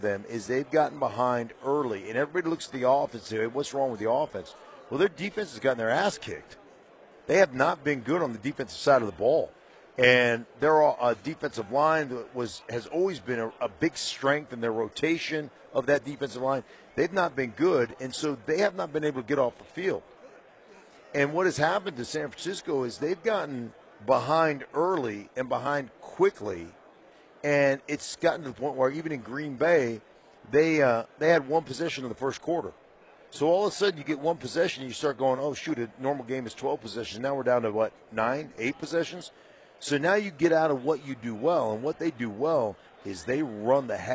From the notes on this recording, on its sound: live from Radio Row in Las Vegas